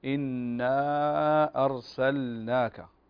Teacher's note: النون مشددة تغني بمقدار حركتين